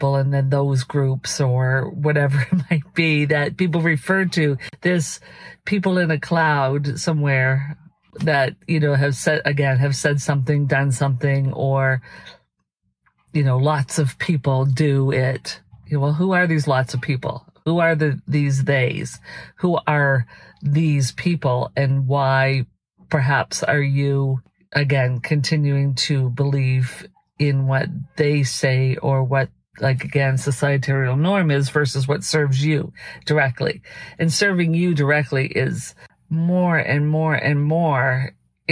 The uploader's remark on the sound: These are vehicle videos so there will be some sound in the background. Vehicle Videos(VV) are unscripted, unedited, focused videos in our vehicles ! We have transferred the audio for your listening pleasure (the audio is from within a vehicle).